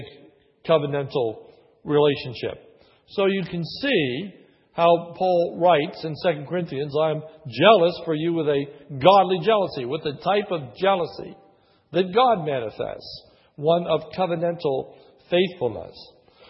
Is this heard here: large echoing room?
yes